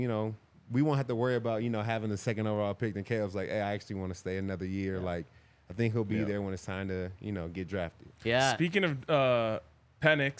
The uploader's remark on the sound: coming to you LIVE from the DNVR Bar